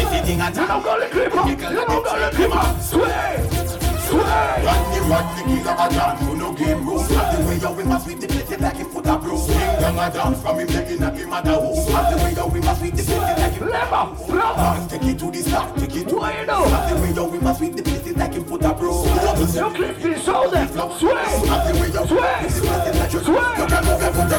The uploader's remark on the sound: Live audio from party promoting … Mixtape in Wrocław, Recepcja, 18.